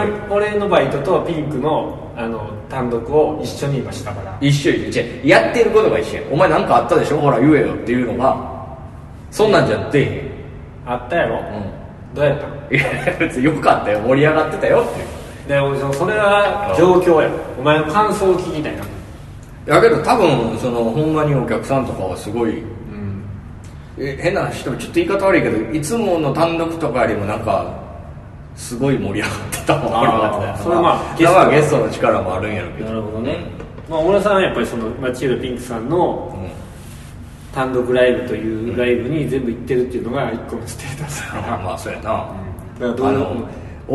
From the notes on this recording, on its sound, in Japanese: 渋谷のとあるスタジオで録りましたが、ものすごく反響しております。